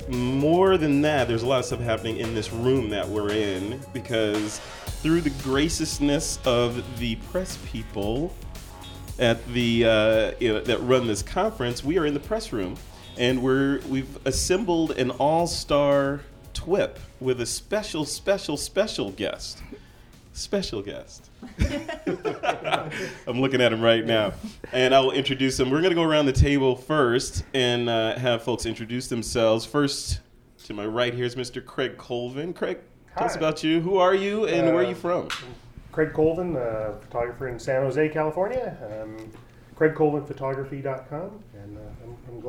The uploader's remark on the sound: A WPPI 2016 Round Up. At the WPPI conference.